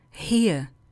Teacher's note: v britské angličtině to r není vůbec slyšet